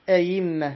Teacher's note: هذه الكلمة لنا فيها وجهان، وجه بالتسهيل ويكون مع الإدخال هكذا آئمة، ووجه بالإبدال بلا إدخال آئمة، يعني إبدال الهمزة الثانية ياء